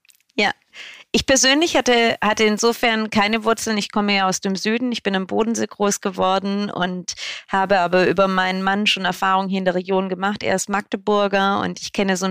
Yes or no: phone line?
no